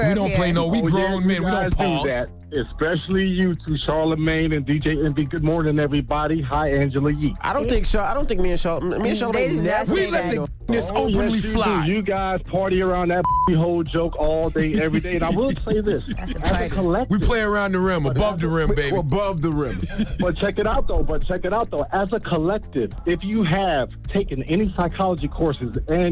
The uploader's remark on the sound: we opened up the phone lines